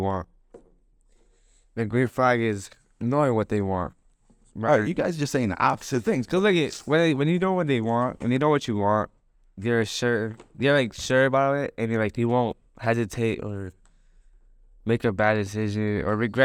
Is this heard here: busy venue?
no